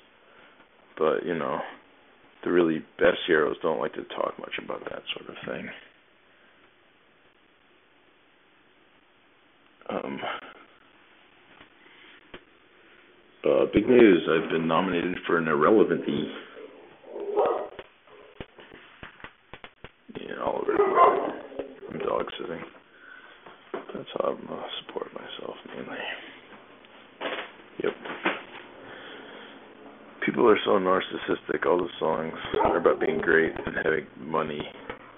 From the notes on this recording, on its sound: A reasonably ok ep with inexcusable audio quality.